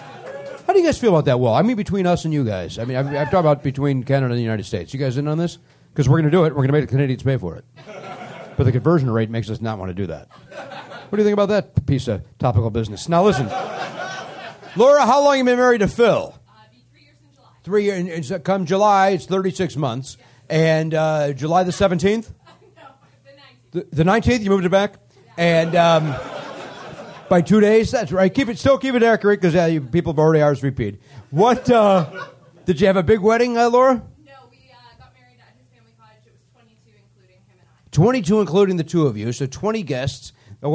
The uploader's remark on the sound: perform live at the Comedy Bar in Toronto